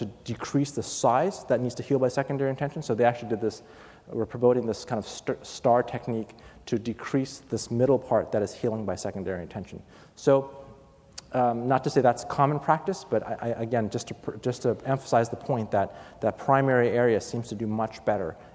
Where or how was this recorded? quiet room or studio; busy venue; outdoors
busy venue